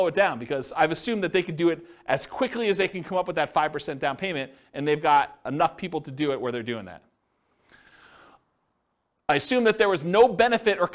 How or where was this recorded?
live audience